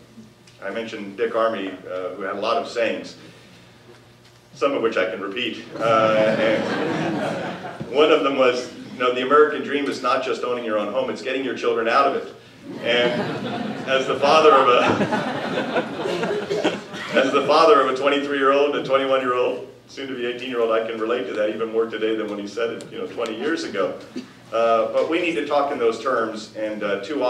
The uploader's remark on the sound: Addresses The Ripon Society's 4th Annual Symposium On Leadership on March 7, 2014. Appeared before a legislative symposium sponsored by The Ripon Society, delivering a Keynote Address.